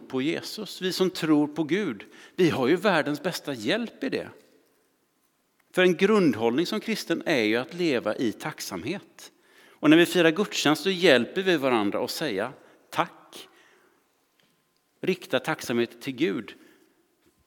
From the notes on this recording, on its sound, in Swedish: Inspelning från Immanuelskyrkan Skövde.